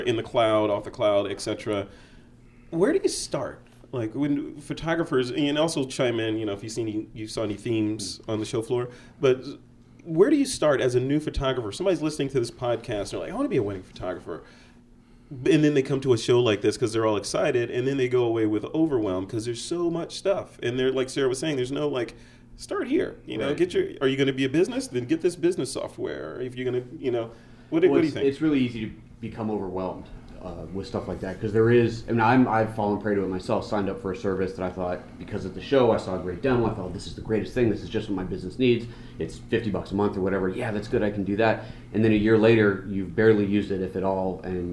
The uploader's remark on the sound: A WPPI 2016 Round Up. At the WPPI conference.